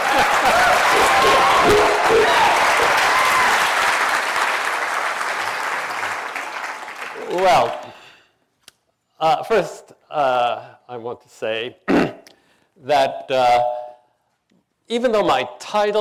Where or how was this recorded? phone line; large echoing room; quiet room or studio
large echoing room